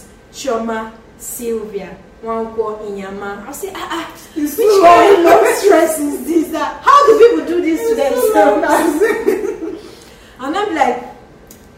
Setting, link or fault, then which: fault, background noise